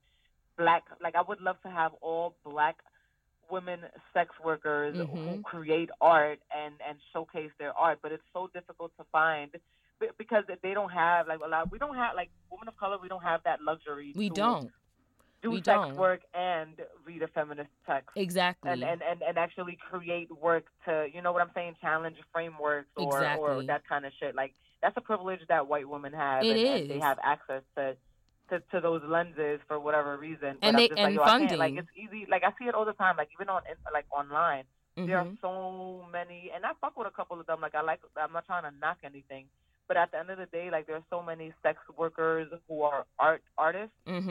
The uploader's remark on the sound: The Phone Call